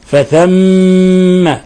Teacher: نضغط على الميم نعطيها غنة مقدارها حركتين فثم والجيم نقلقلها لأنها مقلقلة ساكنة لأنها ساكنة تقلقل وهي من حروف قطب جد. · Term: حرف غنة مشدد